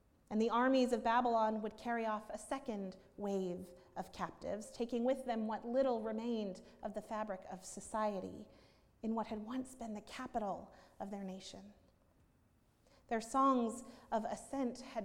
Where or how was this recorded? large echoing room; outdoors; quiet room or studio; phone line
large echoing room